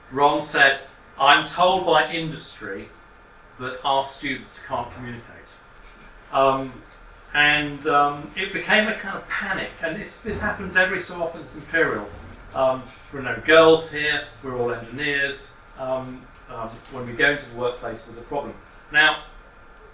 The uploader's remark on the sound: Speaks at the SRHE Postgraduate Issues Network Seminar - Transferable Skills: Realising Potential Through Translation To Other Contexts.